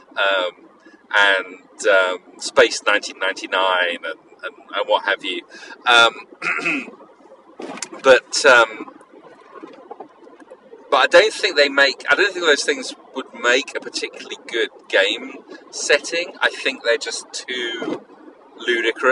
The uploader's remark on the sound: A grab bag of an episode with plenty of call-ins. Apologies for the car noise.